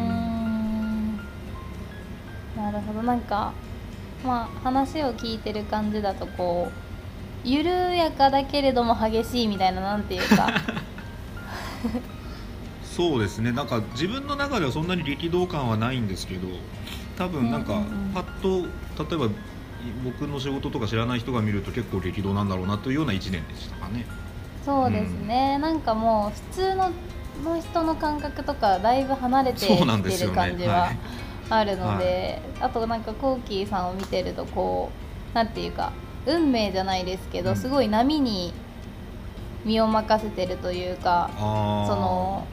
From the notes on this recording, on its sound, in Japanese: 少し音声がノイジーで申し訳ございません。